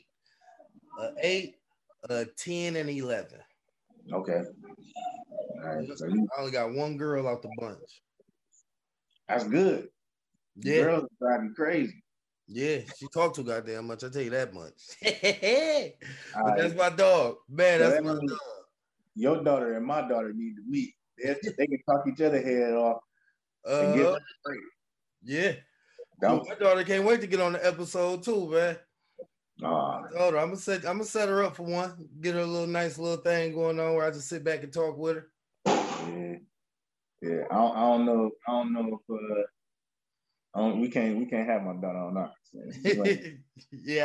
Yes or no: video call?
yes